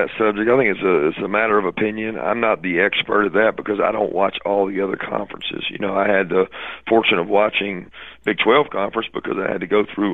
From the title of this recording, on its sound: College Football Playoff Teleconference